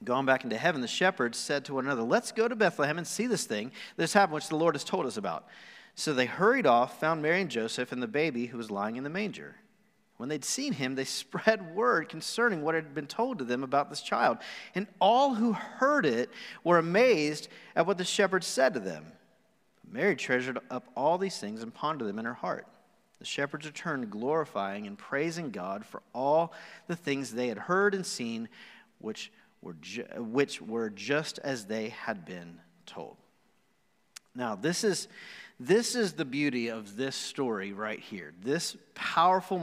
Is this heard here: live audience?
yes